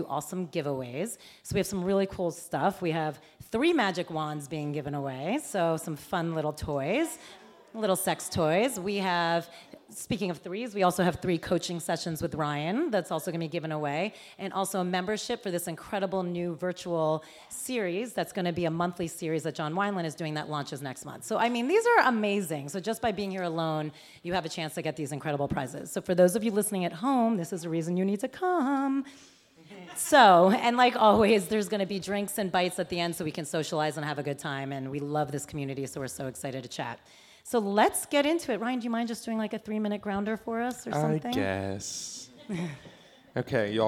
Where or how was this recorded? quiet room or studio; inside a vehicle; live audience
live audience